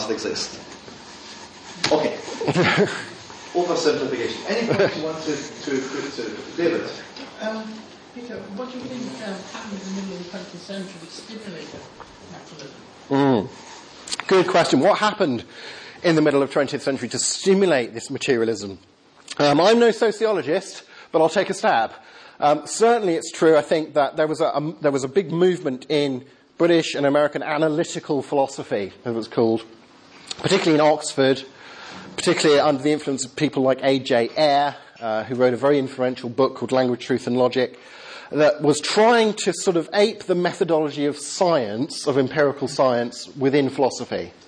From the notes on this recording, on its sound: Lecture with Q&A. Westwoodhill Evangelical Church, East Kilbride. This event was organized by 'Scientists in Congregations Scotland'.